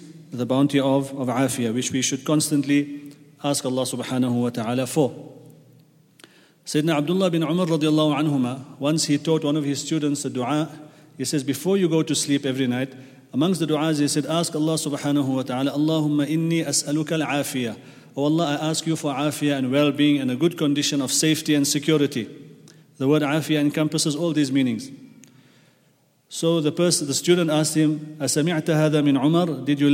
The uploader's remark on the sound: At the Houghton Masjid (West Street).